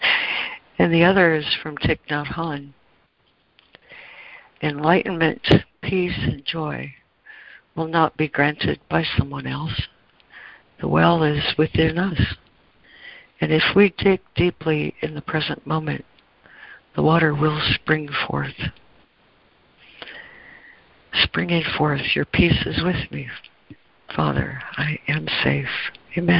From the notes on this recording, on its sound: ACIM Daily Conference Call